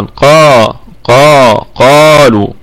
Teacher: القاف من حروف الاستعلاء، أي يستعلي اللسان في الحنك العلوي، وهنا هو في أعلى درجات التفخيم كما بيناها من قبل، مفتوح وبعده ألف كما في هذه الكلمة قالوا، ومفتوح فقط في الدرجة الثانية، ومضموم في الدرجة الثالثة، ومكسور في الدرجة الرابعة، وهي أقل درجات التفخيم. · القاف مفتوحة وبعدها ألف، فهذه في الدرجة الأولى من درجات التفخيم